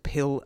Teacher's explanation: So one of them has that vocal cords vibrating that I described earlier, and one of them doesn't. So the sound at the beginning of pill doesn't have the vocal cords vibrating for the duration of that sound